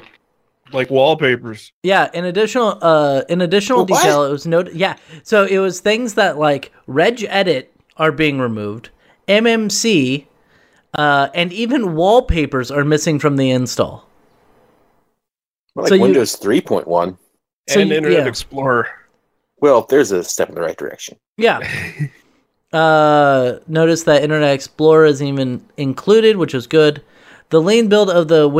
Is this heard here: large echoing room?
no